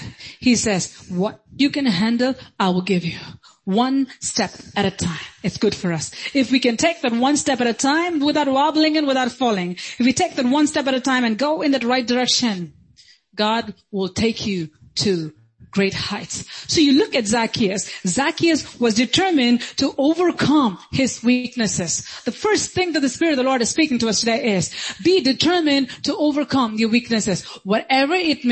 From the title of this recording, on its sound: Sunday Service - 10.16.2022